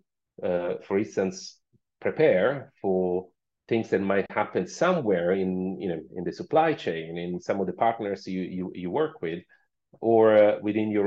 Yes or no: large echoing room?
no